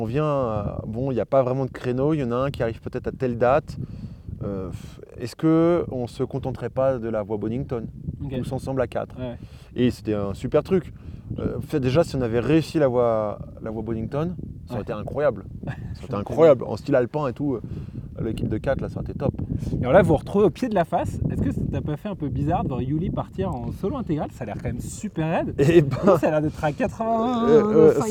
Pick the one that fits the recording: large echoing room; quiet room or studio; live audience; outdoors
outdoors